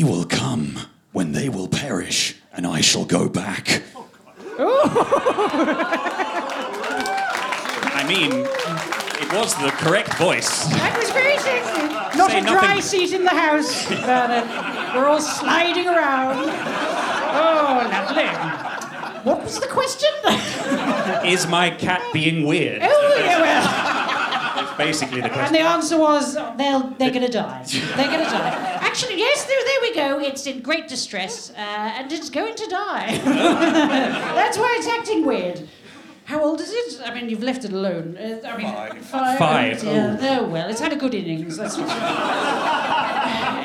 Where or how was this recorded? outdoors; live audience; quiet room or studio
live audience